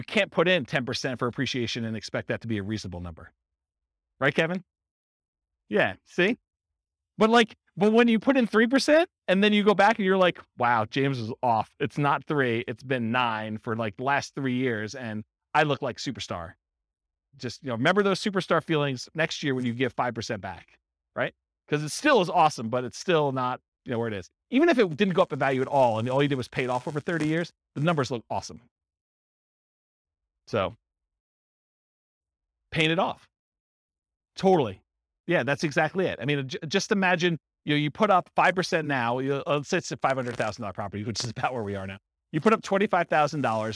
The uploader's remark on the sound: This was a live class recorded.